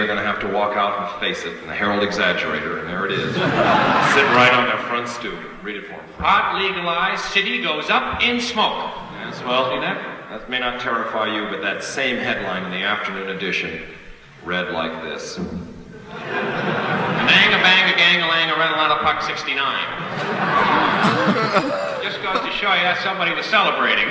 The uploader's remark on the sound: Live at Royce Hall, UCLA